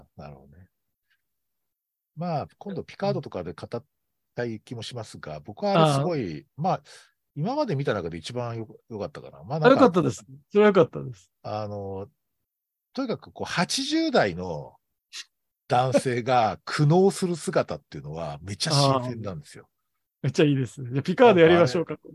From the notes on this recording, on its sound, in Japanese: トークイベント「シン・仮面ライダーを語る会」をほぼ編集なしで収録しました。ZOOM収録なので、若干音声が聞き苦しいところがありますが、ご容赦ください。